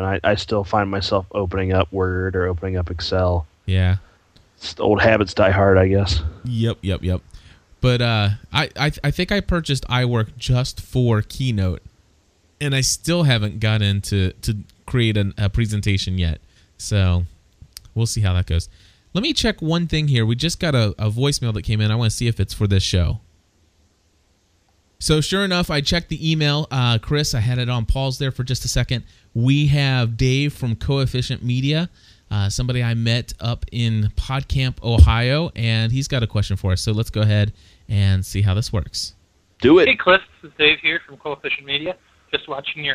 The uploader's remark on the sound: take a live call